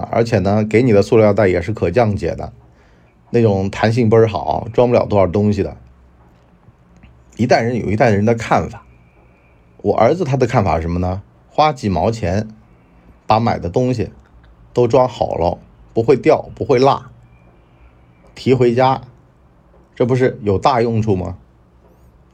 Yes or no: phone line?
no